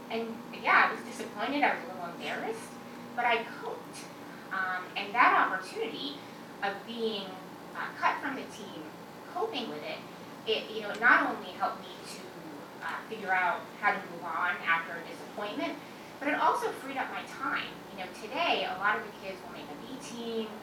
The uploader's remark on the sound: delivered these remarks at CBLPI's Capitol Hill Intern Summit in Washington DC on June 3, 2016.